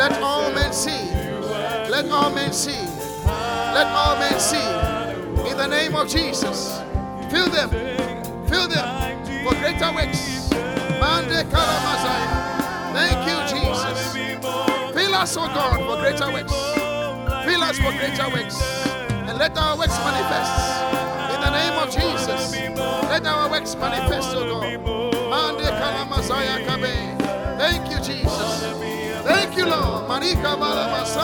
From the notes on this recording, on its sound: Preached at The Qodesh